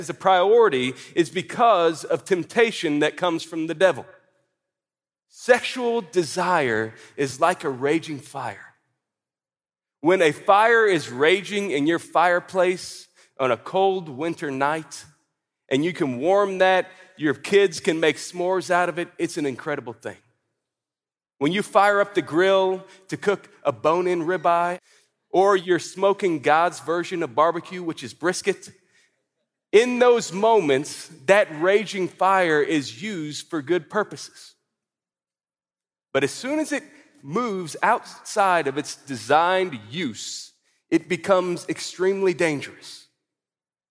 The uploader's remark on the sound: At the ERLC’s National Conference